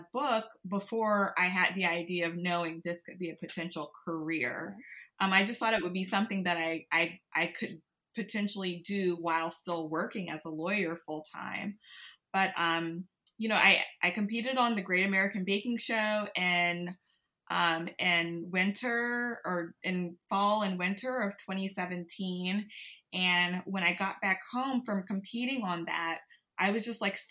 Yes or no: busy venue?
no